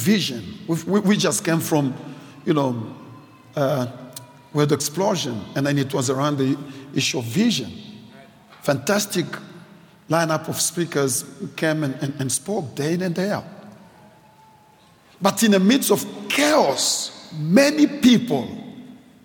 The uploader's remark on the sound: preached at Grace Bible Church Pimville